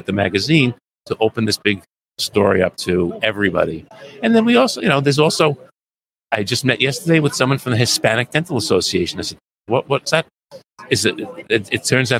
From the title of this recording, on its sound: LIVE from SmileCon